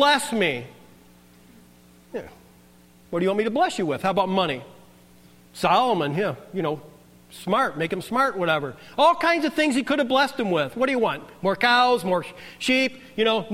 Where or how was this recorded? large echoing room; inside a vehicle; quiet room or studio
large echoing room